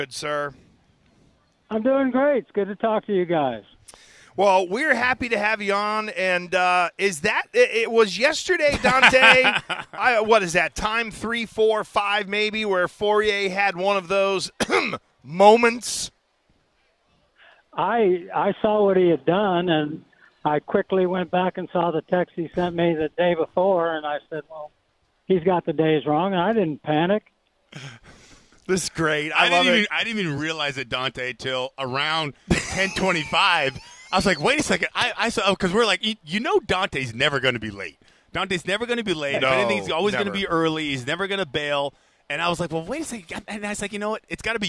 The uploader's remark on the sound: Live from Patriots Training Camp.